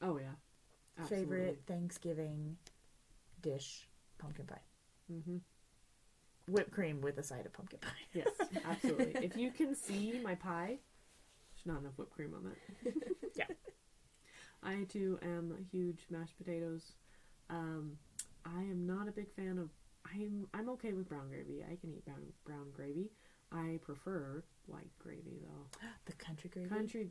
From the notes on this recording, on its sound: All three of us were sick during recording, so please excuse coughing, sniffling's, and sneezing's.